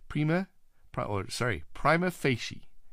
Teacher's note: The main stress falls on the first syllables of the second word fei, with a secondary stress on the first word pri.